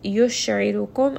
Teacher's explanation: عين is going to be from the middle of the throat.